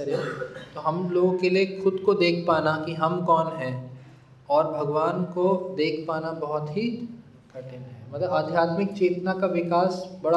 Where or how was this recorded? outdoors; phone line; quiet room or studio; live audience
live audience